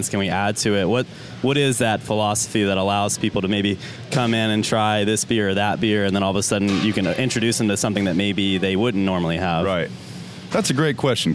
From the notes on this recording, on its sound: live from the Grayton Beer Company Tap Room